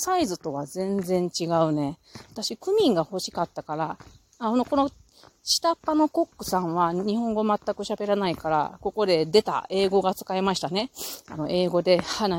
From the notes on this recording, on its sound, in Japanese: 金華山を歩きながら。